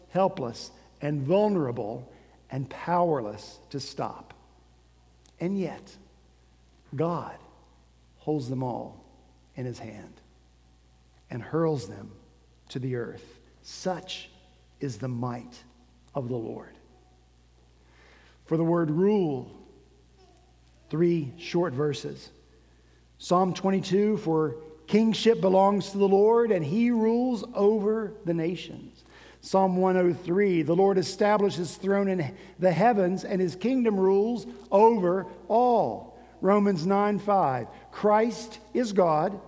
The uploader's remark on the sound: At Redeemer Presbyterian Church in Charleston, SC, our senior pastor wrapped up his sermon series.